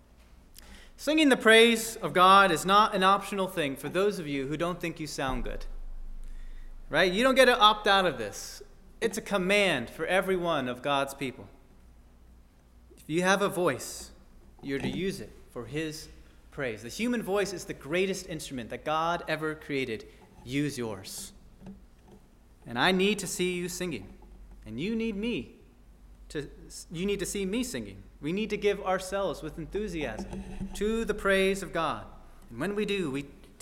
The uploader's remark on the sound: At First Baptist Church in Delphi, Indiana.